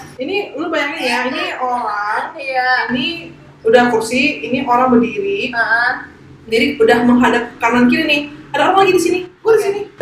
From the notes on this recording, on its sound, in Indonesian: Maaf, kemungkinan ada sedikit suara yang kurang bagus karena masalah teknis.